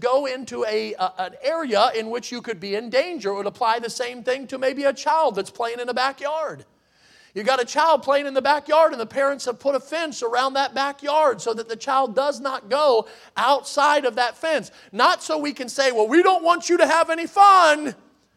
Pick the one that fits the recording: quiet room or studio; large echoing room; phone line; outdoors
large echoing room